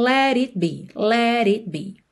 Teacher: E o T do it como sendo aí consoante oclusiva que pode aparecer mais, menos ou nada, nesse caso aqui não aparece nada, porque quando eu venho com a língua no céu da boca pro T, let it, o meu lábio já está fechando pro B de be